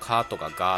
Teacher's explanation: 軟口蓋つまり上顎の奥の方だとカとかガ · Term: 破裂音